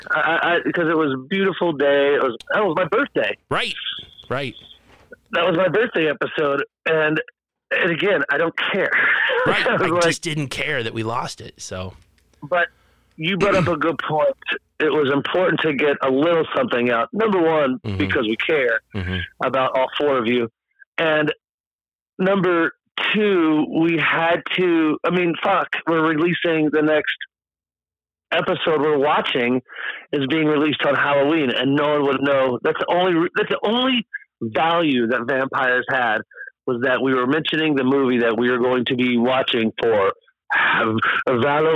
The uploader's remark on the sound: Well we lost the original recording for Episode 87: Vampyres. However your fearless hosts connected over the phone to do a fast review of the movie.